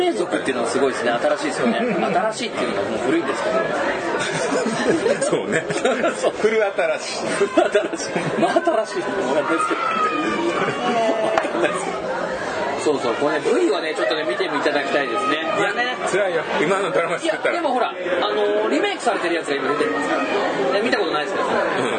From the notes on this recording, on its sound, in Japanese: ふらっと居酒屋収録しましたが…雑音が…、大丈夫です、人間はすぐに適応できます。